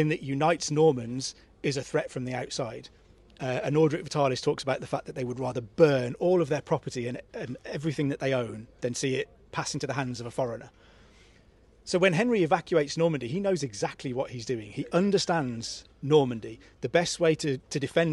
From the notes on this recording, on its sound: We're at the Chalke Valley History Festival